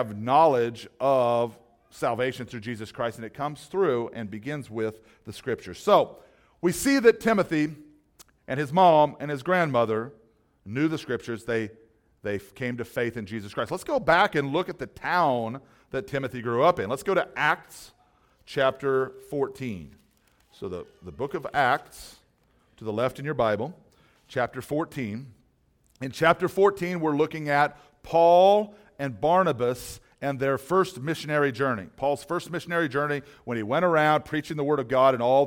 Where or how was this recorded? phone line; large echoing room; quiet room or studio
large echoing room